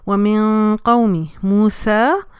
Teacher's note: نون کے ساتھ قوف آ گیا تو یعنی کہ قوف ہیوی لیٹر ہے تو ہم اخفا جو کریں گے وہ ہیوی اخفا کریں گے